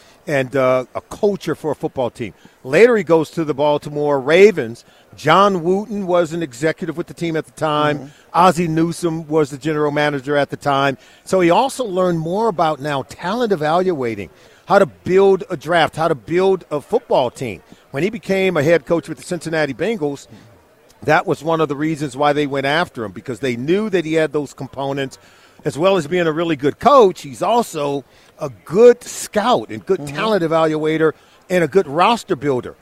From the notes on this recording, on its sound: LIVE FROM RADIO ROW AT SUPER BOWL 58